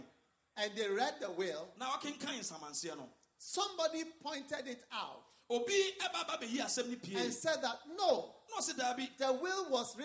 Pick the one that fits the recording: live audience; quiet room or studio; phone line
live audience